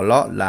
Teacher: Quitamos esa S, decimos los o las. · Term: abro las vocales